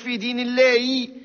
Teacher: خطر صعيب راه حرف الها. علاش؟ لأنه يخرج من أقصى الحلق، ولأنه في صفات الضعف يلزمنا نبينوه باش يبان ويظهر.